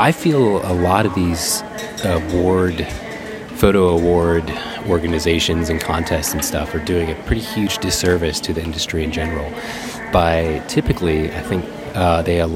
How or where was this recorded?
busy venue